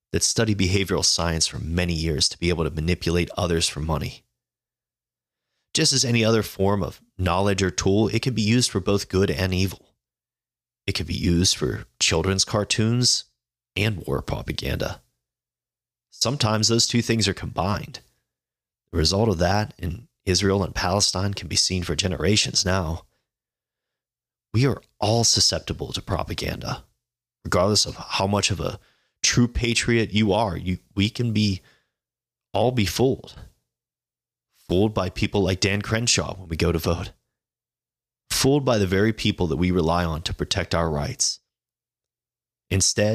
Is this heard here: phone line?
no